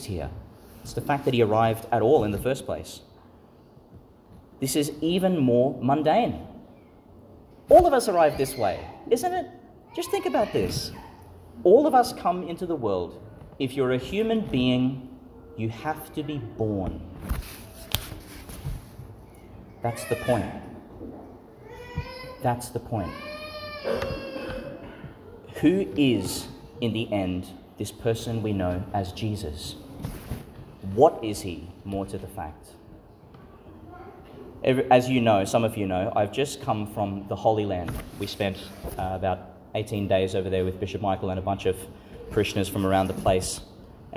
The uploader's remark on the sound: Homily for the Solemnity of the Nativity of Jesus Christ (Vigil) , delivered at St Patrick's Church, Calliope, Qld.